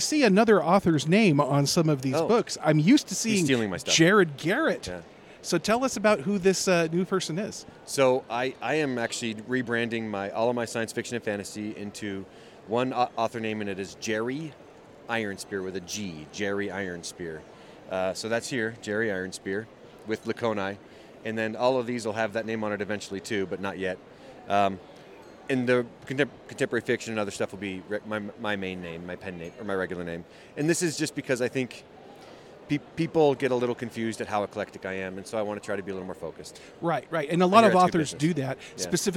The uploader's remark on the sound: Author Interviews Live From FanX.